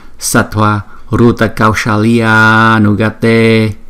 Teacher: Chữ A chúng ta kéo dài và chữ E chúng ta kéo dài.